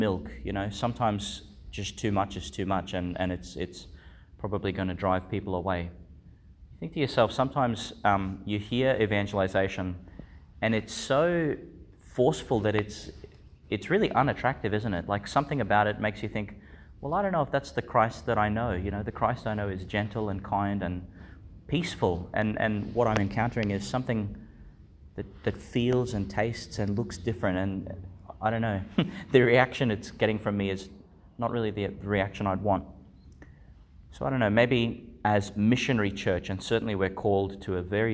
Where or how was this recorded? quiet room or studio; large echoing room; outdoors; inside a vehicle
large echoing room